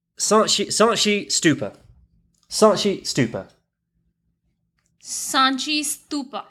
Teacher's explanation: I put less on the N, you see, because it's a nasalized N.